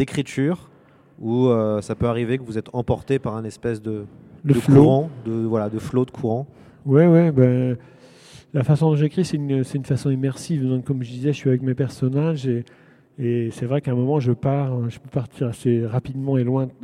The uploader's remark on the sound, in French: en direct de la Foire du Livres de Bruxelles